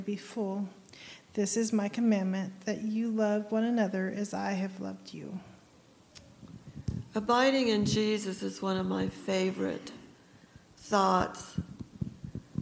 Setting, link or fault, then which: setting, large echoing room